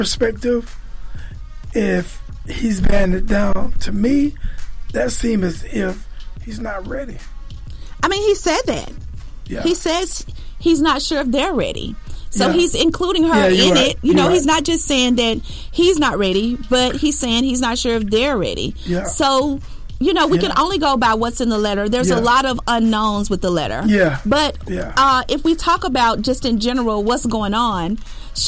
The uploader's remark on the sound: Allowed our loyal listeners to call into the show. Boy we had an awesome radio show.